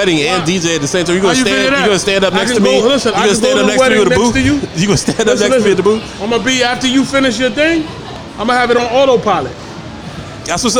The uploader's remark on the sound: Live from Dave & Busters